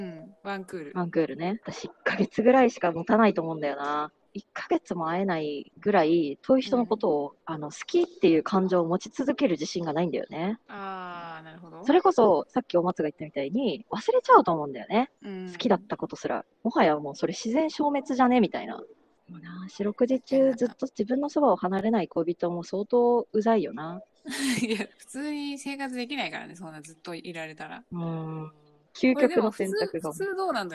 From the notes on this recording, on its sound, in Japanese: 今回屋外で収録したため雑音多めとなっています